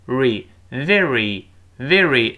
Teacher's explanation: 这个 very 一定注意上牙触下唇，字母 v 嘛，the the 不要发双唇的 very